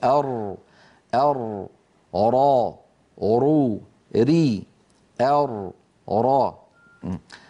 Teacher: من طرف اللسان مع ما يحاذيه من اللثة قريبا من مخرج النون · Term: حرف الراء